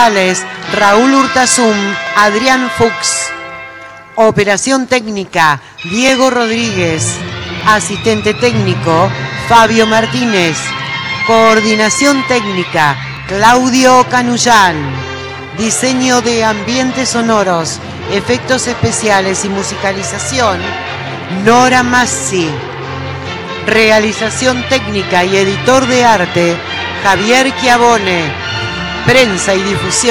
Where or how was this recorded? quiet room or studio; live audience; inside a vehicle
live audience